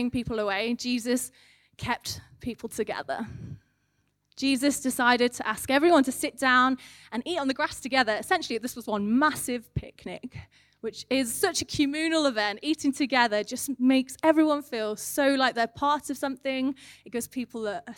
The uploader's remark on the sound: recorded at One Church Central on Compassion Sunday